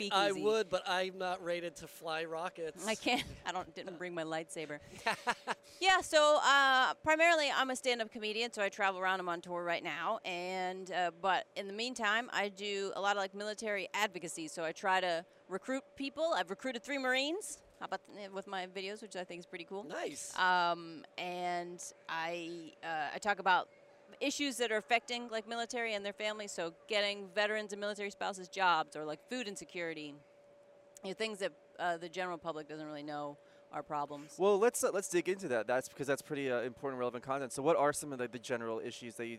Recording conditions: busy venue